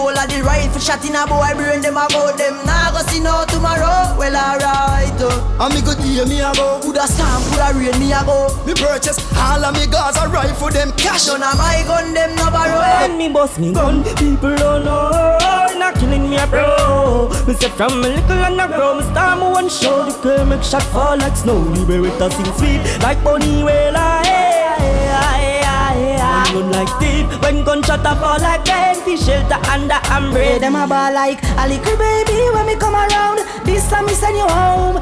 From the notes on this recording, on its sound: This is recording of me performing live at TEAR UP Cruise Oct 8th on the MV DREAM CHASER